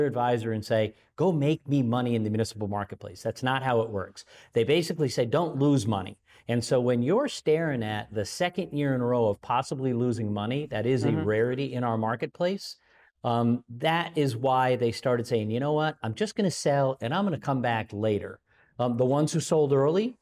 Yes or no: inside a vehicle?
no